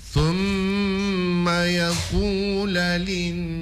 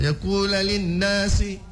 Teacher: Dia kasih dengung dulu, kasih gunnah. · Shown in: first take